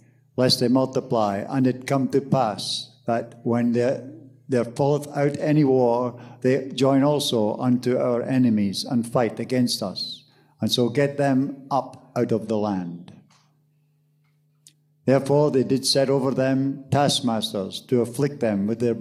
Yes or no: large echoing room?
yes